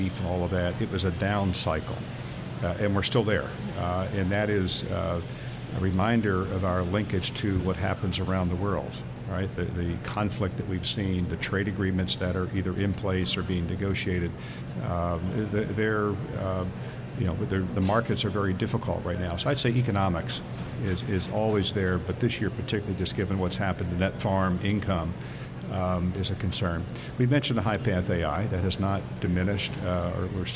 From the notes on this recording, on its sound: Smart Talk live from 2017 Farm Show! Smart Talk makes our annual visit to the Pennsylvania State Farm Show for a live broadcast Tuesday.